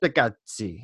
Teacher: I put it an Italian soft C with the ch sound because I like how it sounds.